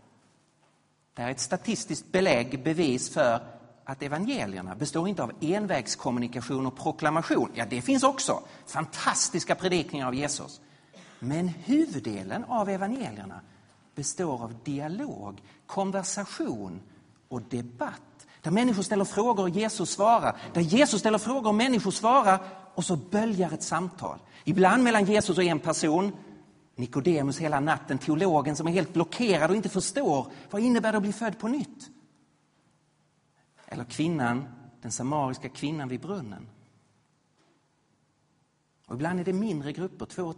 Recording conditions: large echoing room